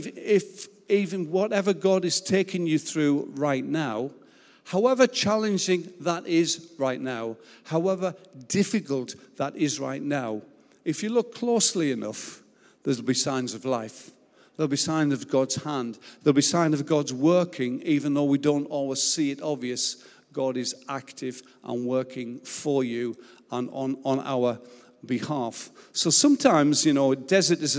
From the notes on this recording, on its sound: Recorded live at Life Church Lancashire